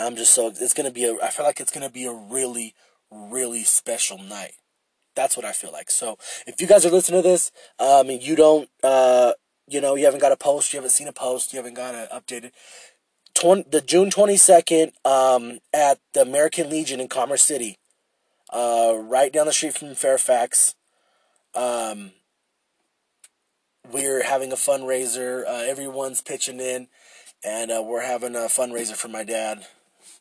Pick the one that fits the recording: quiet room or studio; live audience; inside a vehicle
inside a vehicle